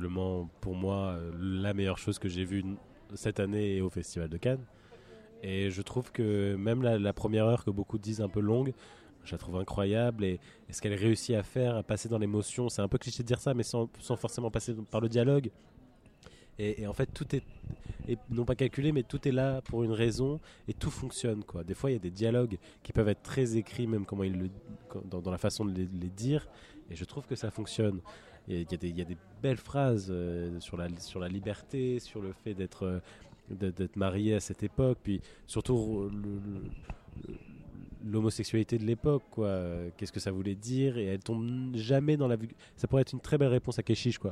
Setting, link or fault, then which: setting, outdoors